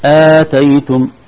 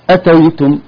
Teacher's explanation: آتيتم مد، مد بدل في أول الكلمة، أما أتيتم لا يوجد مد في الهمزة، الهمزة مباشرة حركة، يعني فتحة واحدة فقط ثم النقل إلى التاء.